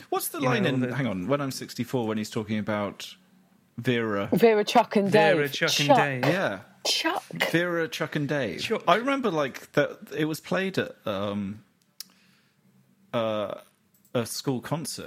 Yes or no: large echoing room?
no